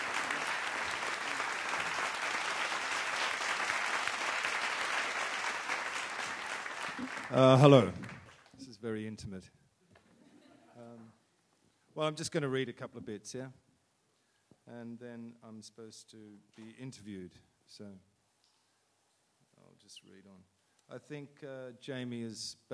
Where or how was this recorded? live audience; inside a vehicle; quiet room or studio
live audience